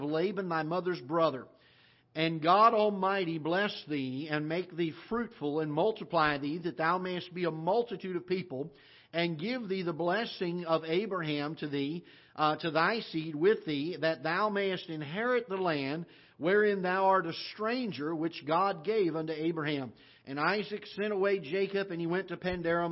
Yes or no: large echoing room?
yes